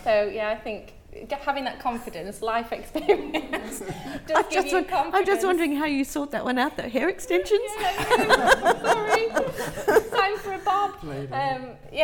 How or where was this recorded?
live audience